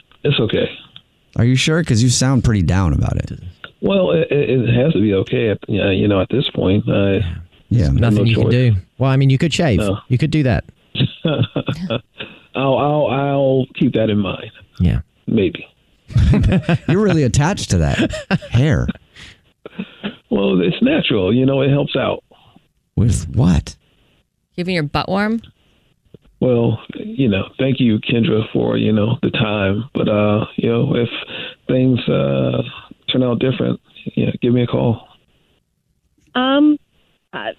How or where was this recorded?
phone line